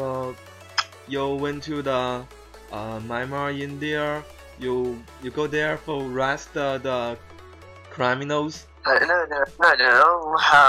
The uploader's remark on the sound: the skype voice quality is not so good in this case